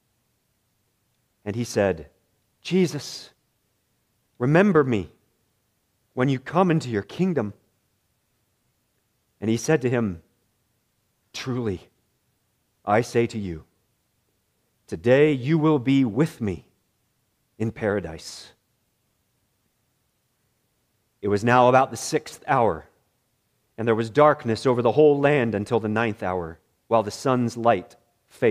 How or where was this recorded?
large echoing room